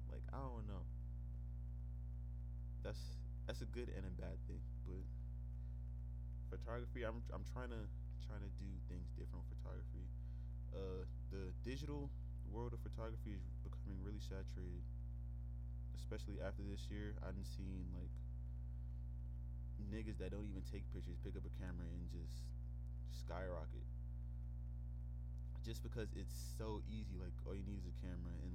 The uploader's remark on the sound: Apologize fro the buzzing.